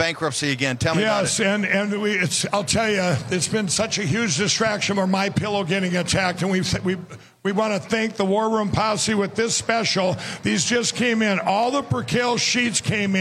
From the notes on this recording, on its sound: Live From CPAC